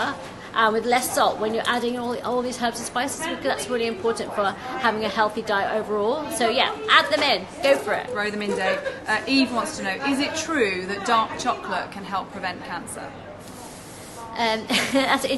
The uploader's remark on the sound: This episode was filmed live at Be:Fit London.